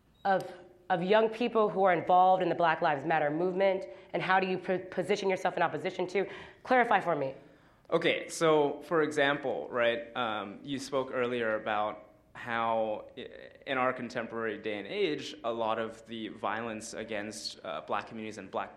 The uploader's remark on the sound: at Kane Hall on October 12, 2016